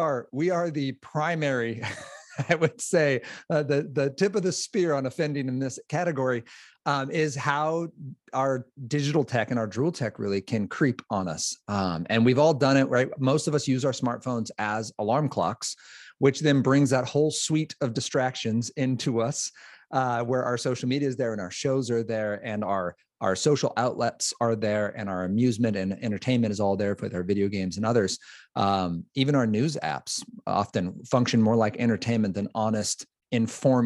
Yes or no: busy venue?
no